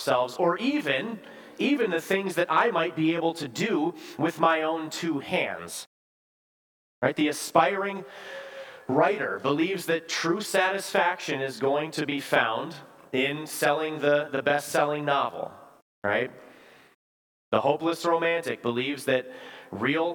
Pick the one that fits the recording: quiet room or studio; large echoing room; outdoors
large echoing room